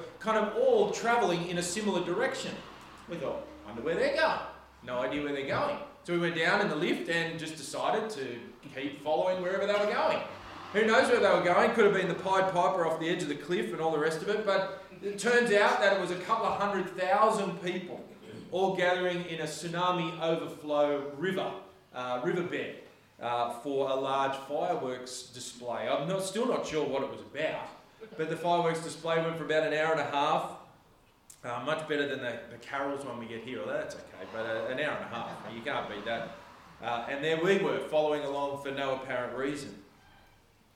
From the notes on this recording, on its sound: This sermon was preached on the 3rd of September 2023 at all services of Helensburgh and Stanwell Park Anglican Church